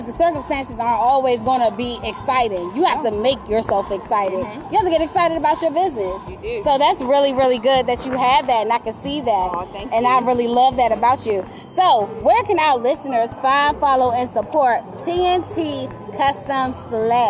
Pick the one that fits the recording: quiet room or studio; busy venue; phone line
busy venue